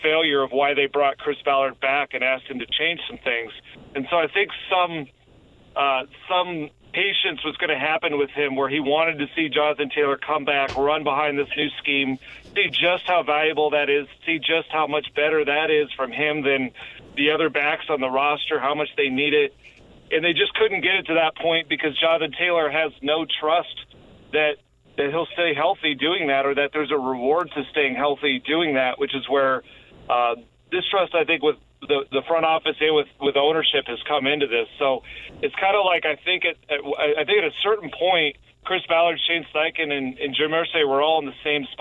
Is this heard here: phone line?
yes